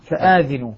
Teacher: فآذنوا الهمزة مدها والذال كسرها